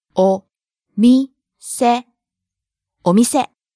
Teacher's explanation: Starting low, rising on the second syllable, み, staying high.